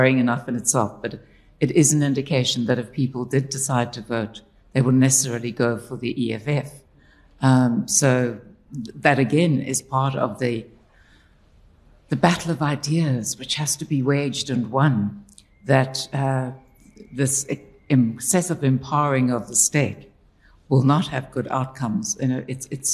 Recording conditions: busy venue